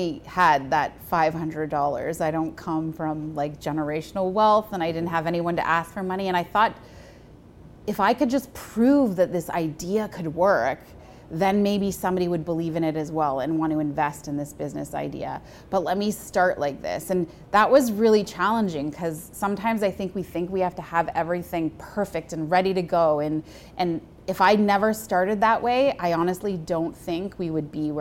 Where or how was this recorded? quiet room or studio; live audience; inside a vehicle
live audience